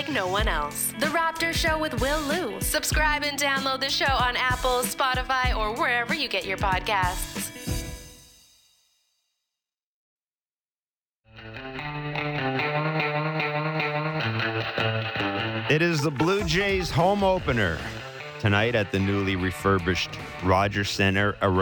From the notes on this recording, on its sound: the fellas head to the phonelines to answer some of your questions